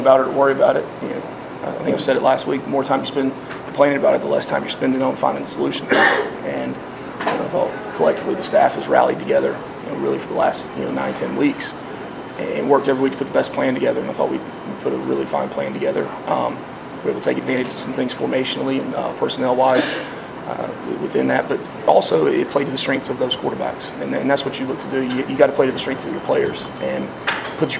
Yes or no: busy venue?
yes